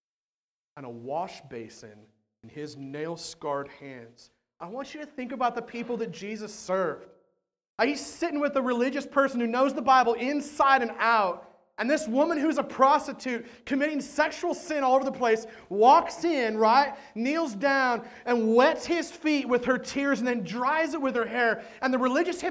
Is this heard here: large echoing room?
yes